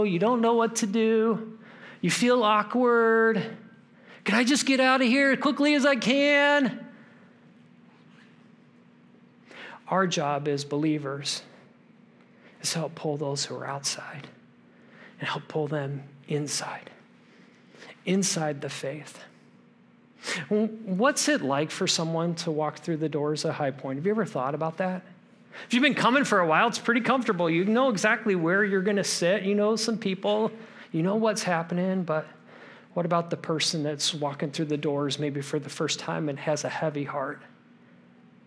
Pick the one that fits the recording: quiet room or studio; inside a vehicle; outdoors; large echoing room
large echoing room